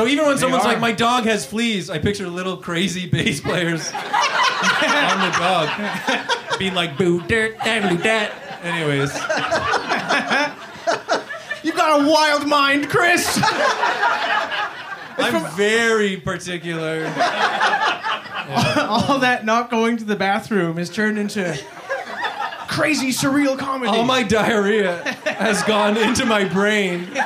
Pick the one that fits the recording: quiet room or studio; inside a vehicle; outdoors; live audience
live audience